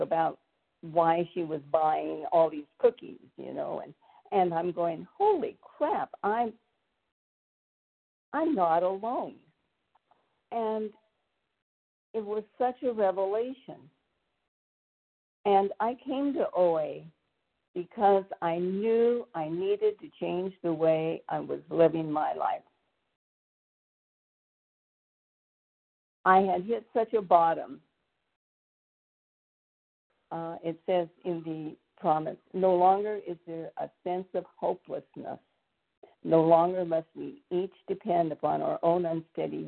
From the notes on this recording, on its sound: from the 100 Pounders Phone Meeting, 2/21/24.